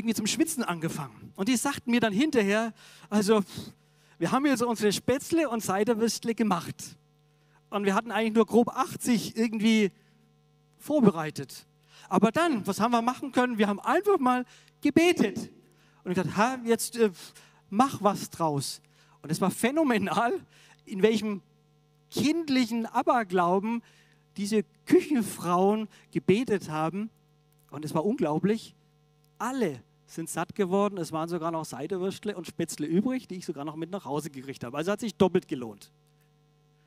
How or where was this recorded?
large echoing room